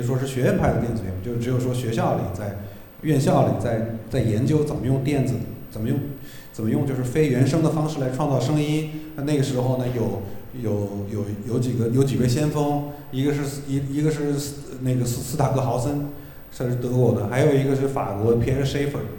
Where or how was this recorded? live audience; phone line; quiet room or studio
live audience